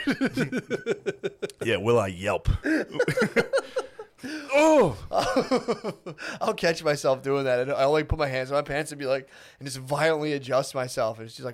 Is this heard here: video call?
no